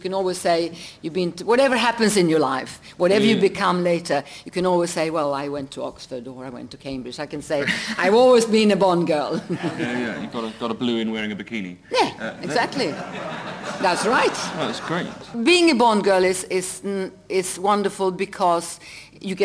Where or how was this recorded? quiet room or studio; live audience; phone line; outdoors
live audience